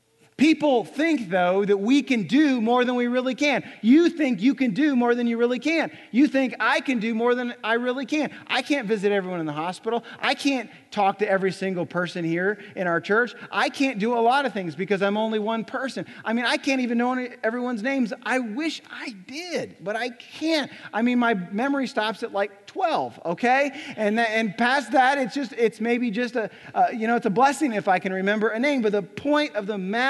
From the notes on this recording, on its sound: Recorded on February 25, 2018 at Graceland Baptist Church in New Albany, Indiana.